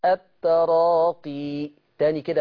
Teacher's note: ما تقولش التراقي وتريح على الياء قوي كده، حركتين بس